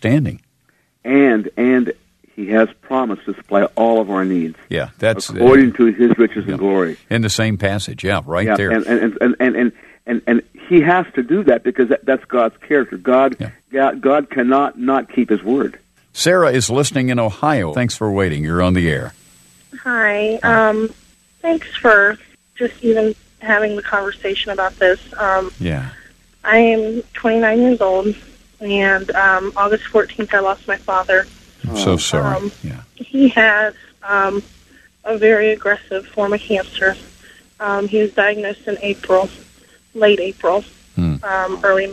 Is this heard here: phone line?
yes